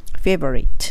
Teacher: favorite 下の唇に上の歯当てて favorite 2回当たりますね